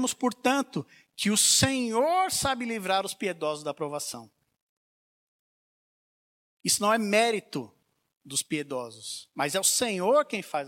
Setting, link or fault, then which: setting, large echoing room